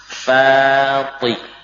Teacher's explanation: Fa tipis, alifnya juga memang semestinya tipis. Fa ti, baru tebal saat kita lafadzkan po.